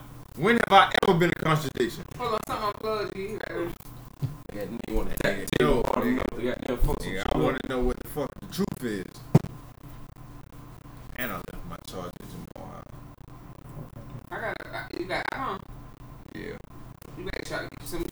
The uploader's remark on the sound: Although Technical Difficulties occurred with the Audio, We kept recording. We kept pushing and discussing throughout the issue until it was fix at 26:06.